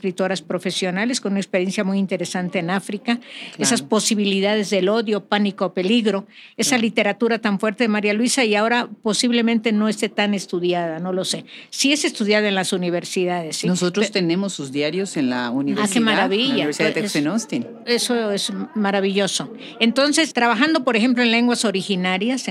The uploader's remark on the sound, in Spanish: Dentro de esta feria monumental organizada por Libros y Cultura UNAM con la Universidad de Texas en Austin presentaron un panel titulado Literatura escrita por mujeres.